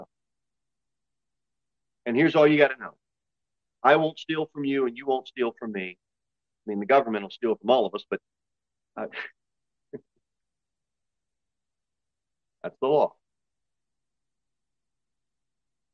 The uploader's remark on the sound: Sermon delivered at Pilgrim Baptist Church on Sunday, April 30, 2023, at 11:15 am.